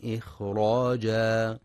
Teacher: ينتبه القارئ في كلمة إخراجا لسكون وهمس الخاء، فلا يقرأ إخراجا بقلقلة الخاء